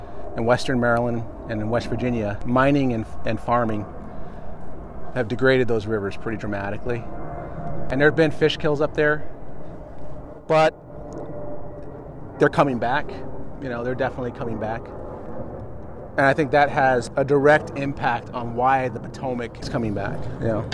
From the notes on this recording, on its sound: we row our way out into Fletchers Cove on Washington DC's Potomac River